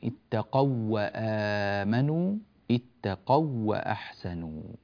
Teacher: فيكون النطق إذن بواو واحدة مشددة كما نلاحظ هذه الشدة على هاتين الواوين.